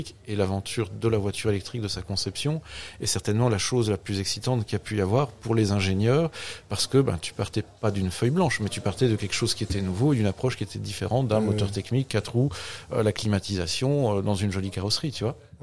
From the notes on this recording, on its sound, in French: il est enregistré dans un lieu 'public'